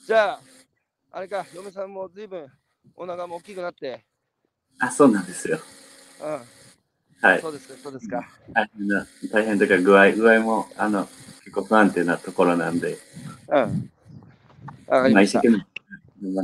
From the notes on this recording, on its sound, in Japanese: 歩くラジオ。歩きながら1時間、対談する。